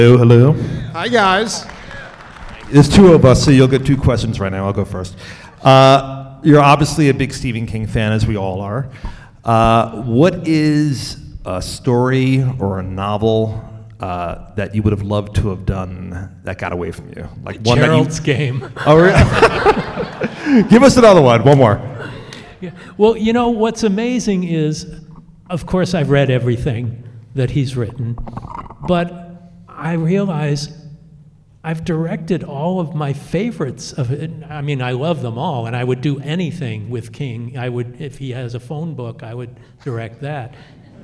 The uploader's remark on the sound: Taking place LIVE from the historic Egyptian Theatre Hollywood. LIVE from The Egyptian Theatre Hollywood. For an unforgettable night with a packed audience.